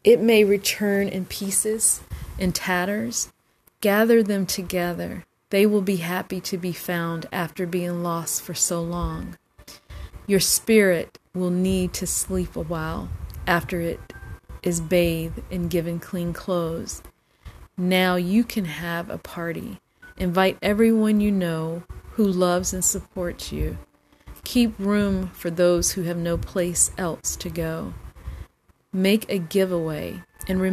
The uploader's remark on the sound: FYI sorry about the static on this recording.